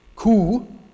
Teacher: You also see a retention of the U vowel in a word like cow.